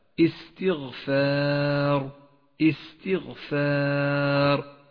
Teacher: السين والتاء حرفان مرققان بينما حرف الغين حرف مفخم والفاء والألف مرققان والراء مفخمة، اقرأ هكذا استغفار استغفار، فلكل حرف صفاته.